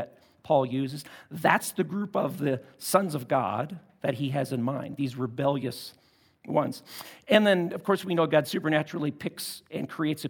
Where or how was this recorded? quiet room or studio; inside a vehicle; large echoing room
large echoing room